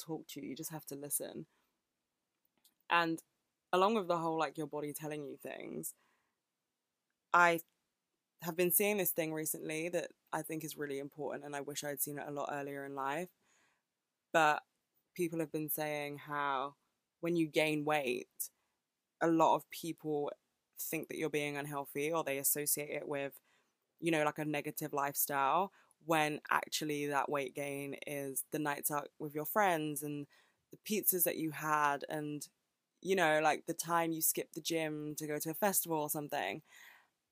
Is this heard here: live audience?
no